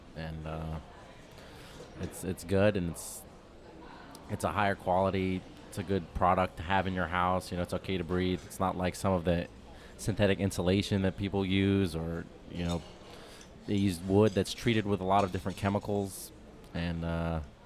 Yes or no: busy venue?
yes